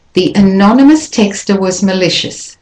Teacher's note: Again, was is de-stressed because it's not one of the main meaning words here.